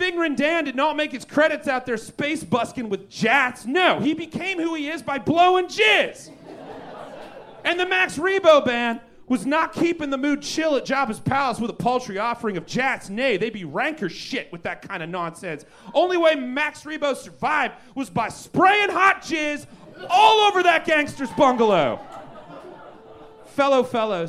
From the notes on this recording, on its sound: Recorded LIVE at Chicago’s Historic Green Mill Lounge on September 30th 2023